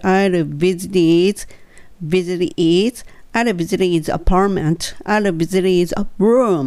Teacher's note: I'll visit his のところは、visit is, visit is にしちゃう方が英語っぽくなるとなりますね。I'll visit his って言ってしまうとつながりがちょっと悪くなるので I'll visit his visit his I'll visit his